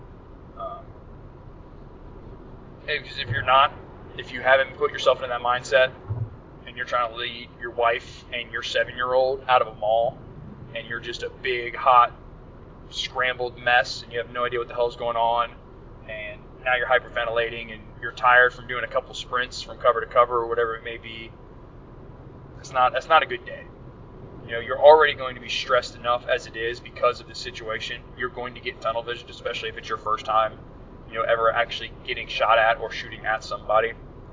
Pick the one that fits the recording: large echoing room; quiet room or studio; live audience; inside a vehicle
inside a vehicle